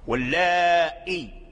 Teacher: سهلها بين الهمزة والياء، فلا هي ياء خالصة ولا هي همزة خالصة · Term: سهل الهمزة